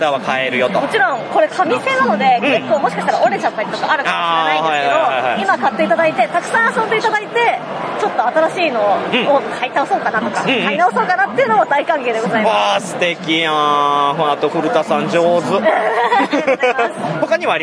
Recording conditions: busy venue